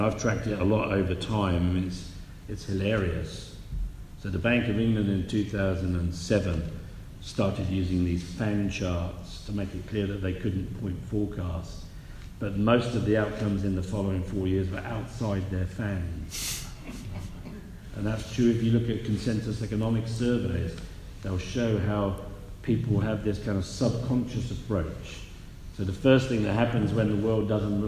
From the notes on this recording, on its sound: A live conversation in Frankfurt, recorded at the inaugural Alternative Investment Congress, staged by Capinside.